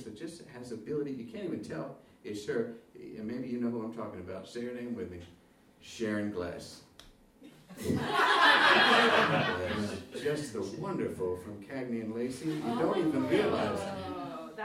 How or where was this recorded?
live audience